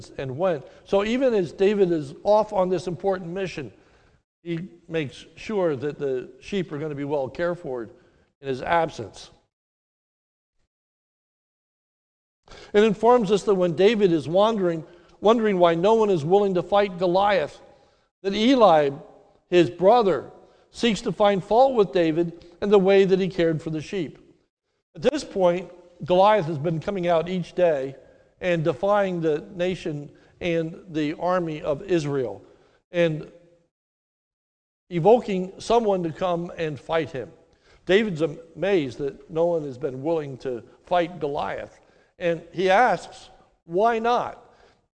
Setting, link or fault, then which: setting, large echoing room